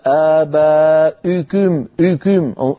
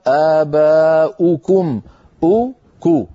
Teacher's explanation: ضمة ليس معها ارتفاع لوسط اللسان · Shown in: second take · آباؤكو، اسمعوني جيدا، أكو وسط اللسان في وضع الراحة، اللسان لا يعمل.